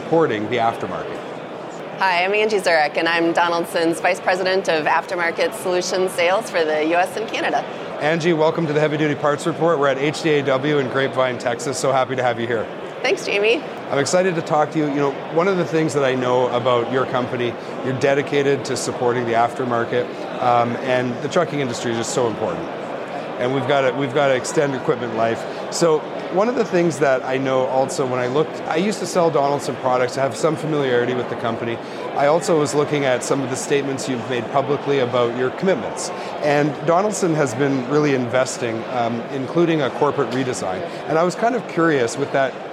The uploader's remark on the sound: Live at HDAW 23. We are at HDAW 23.